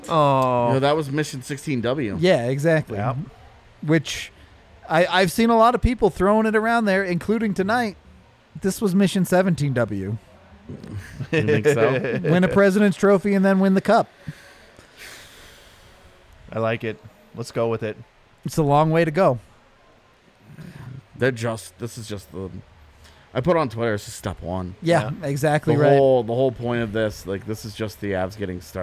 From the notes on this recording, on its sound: Come to you live from the DNVR Bar.